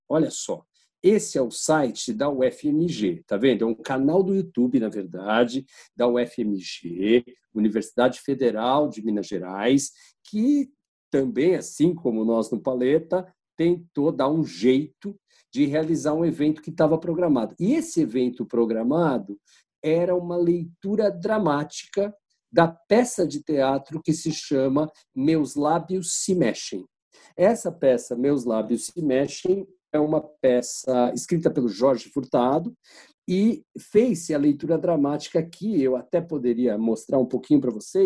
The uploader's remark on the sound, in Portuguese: Neste episódio gravado à distância.